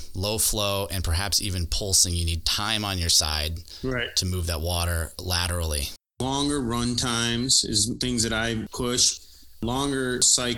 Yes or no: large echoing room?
no